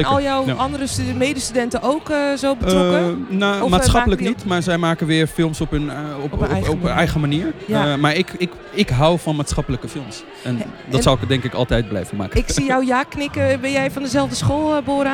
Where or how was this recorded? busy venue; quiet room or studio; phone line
busy venue